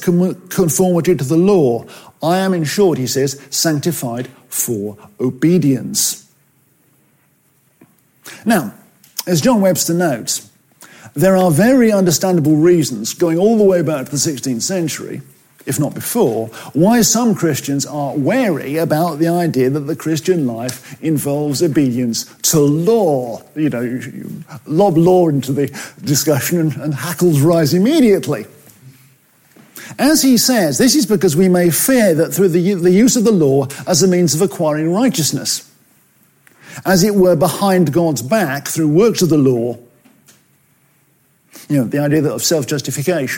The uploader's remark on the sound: At FWS 2021. From 2021's Fellowship of Word and Spirit Conference, "Refresh - renewing our passion for godliness".